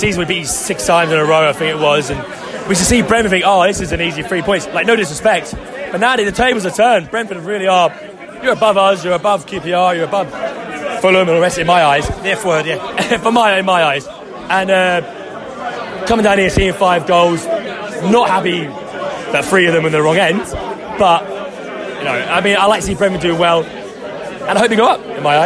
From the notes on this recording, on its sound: Post-match podcast from the pub.